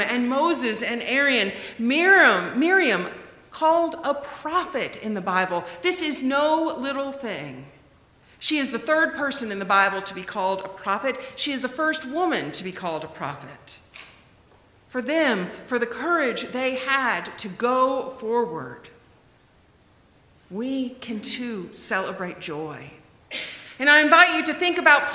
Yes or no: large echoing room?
yes